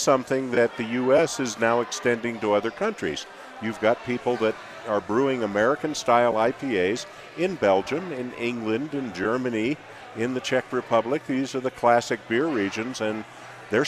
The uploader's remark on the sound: Live from the Micro Brew Fest and Crafty Fox Tap House and Pizzeria!